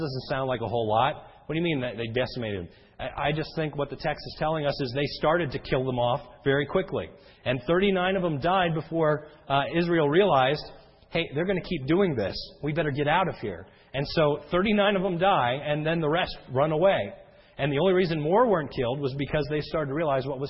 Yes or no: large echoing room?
yes